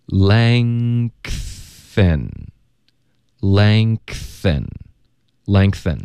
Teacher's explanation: 后鼻音要直接连发到 th 的时候中间会爆一个 k · Term: 添加音